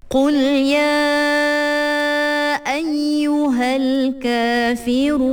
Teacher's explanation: sebab dia ma'arif disukun, boleh panjang dia 2, 4 ataupun 6 harokat